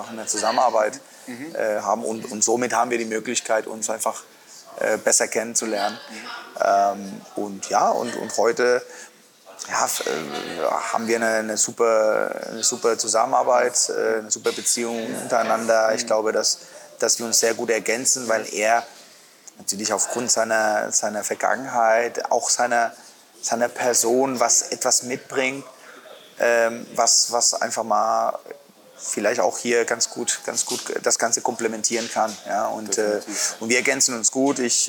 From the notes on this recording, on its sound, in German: im Sportland Fitness in Erlangen aufgezeichnet